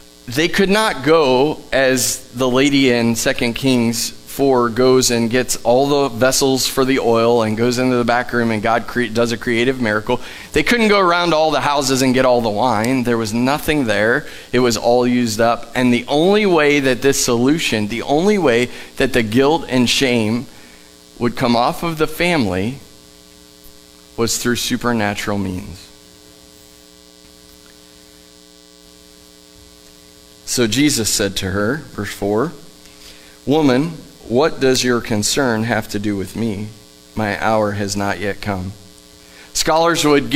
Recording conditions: large echoing room